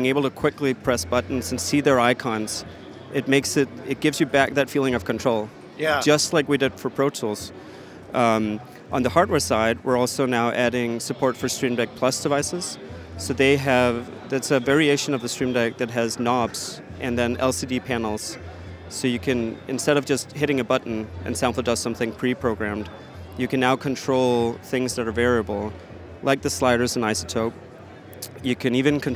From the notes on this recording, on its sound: With NAMM 2023. All of the guests for this episode were recorded on my recent trip to NAMM 2023.